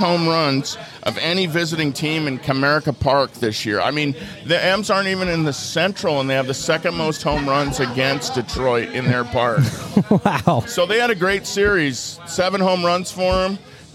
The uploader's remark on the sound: Live from Channel Marker Pub & Grill at the Edmonds/Kingston Ferry Landing.